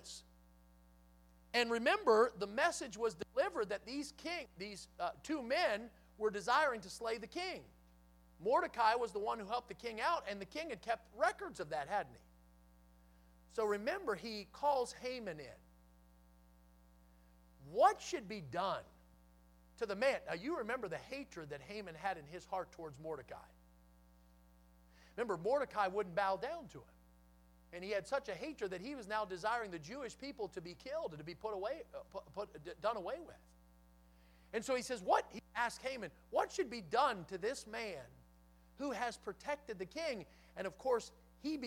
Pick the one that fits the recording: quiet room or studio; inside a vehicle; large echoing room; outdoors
large echoing room